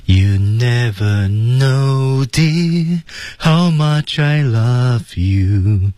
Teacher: dear 后面有个停顿啊， dear 和 love 关键词啊